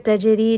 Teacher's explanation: jim has a sukun. It is going to have qalqala, just a little bit of that bouncing sound.